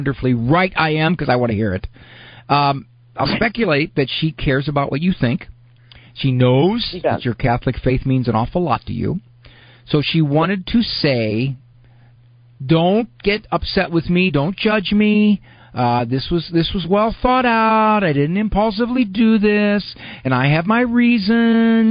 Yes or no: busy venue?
no